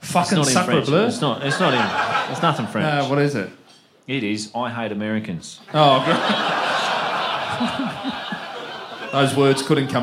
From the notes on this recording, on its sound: LIVE IN BRISBANE. The boys are LIVE from a sold out GOOD CHAT COMEDY CLUB in BrisVegas.